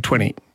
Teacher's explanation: Now, when I'm speaking quickly, 20, you know, and it becomes, the T almost disappears in the middle of the word.